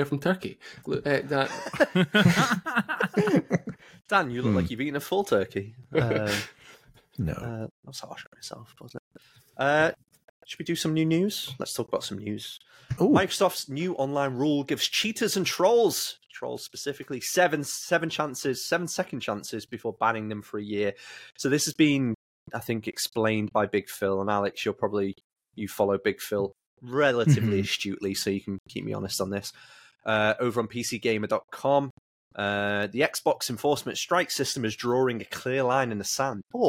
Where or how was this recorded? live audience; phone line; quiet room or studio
quiet room or studio